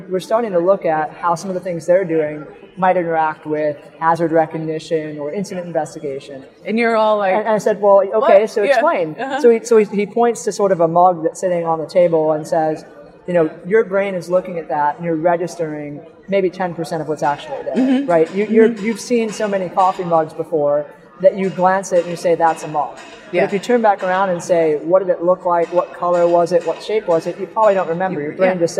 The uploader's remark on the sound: live on the Expo floor of the NSC Congress